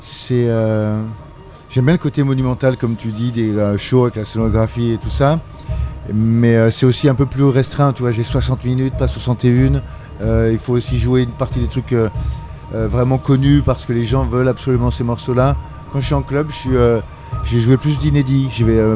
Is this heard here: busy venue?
yes